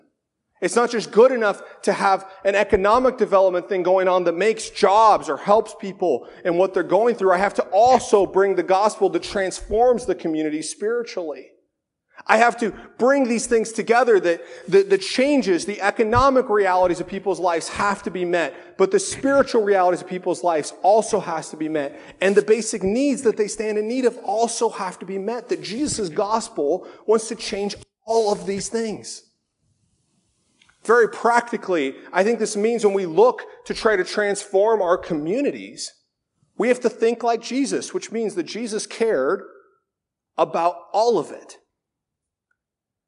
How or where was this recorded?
large echoing room